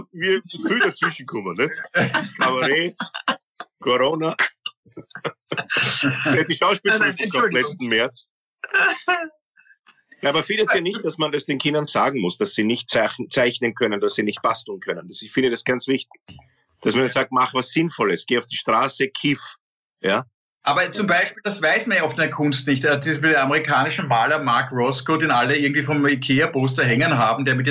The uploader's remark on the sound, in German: Eigentlich sollten die Drei ja um diese Zeit auf der Bühne stehen. Indem sie einander via Skype am Abend beim Reden zusehen.